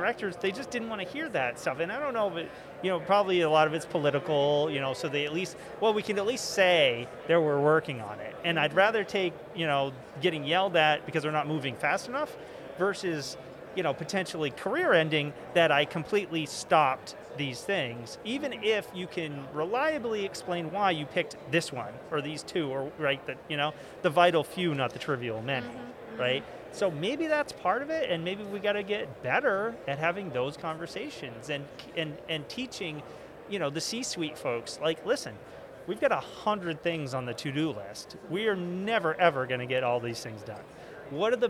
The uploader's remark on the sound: From the GBMP Northeast Lean Conference!